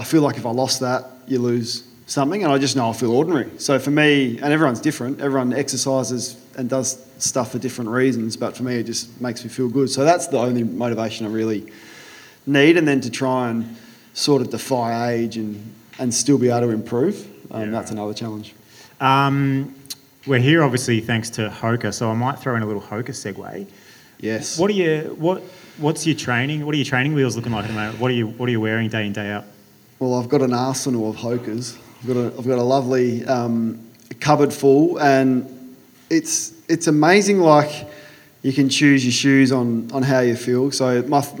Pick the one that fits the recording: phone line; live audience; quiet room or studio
live audience